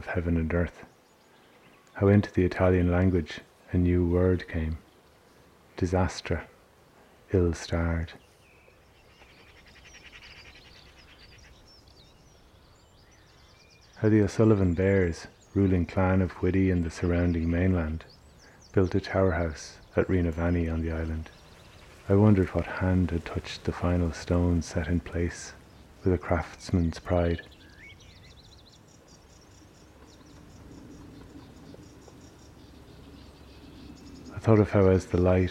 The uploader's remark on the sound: Lives in Brazil and she recorded in the forest by her home.